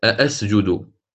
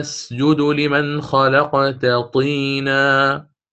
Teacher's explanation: فأبدل الهمزة الثانية ألفا · Term: الإبدال